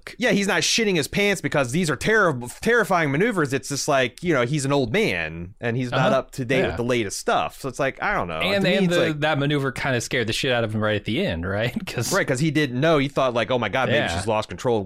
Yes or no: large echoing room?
no